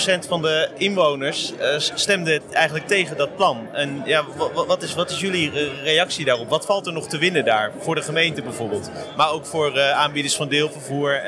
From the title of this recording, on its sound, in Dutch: Live vanaf de RAI Mobility Shift